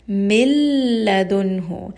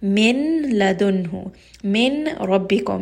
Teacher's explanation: Just right away you can drop that noon and then move on to the lam or the ra. · Shown in: first take · Term: without ghunna